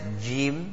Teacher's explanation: we'll notice the center of the tongue needs to touch the palate